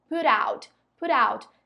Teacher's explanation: A pronúncia fica juntinha, a gente tem um linking sound aí, parece que é uma palavra só.